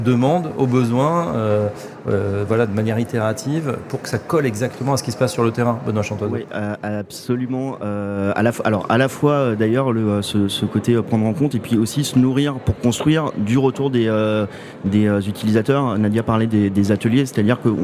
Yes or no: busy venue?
yes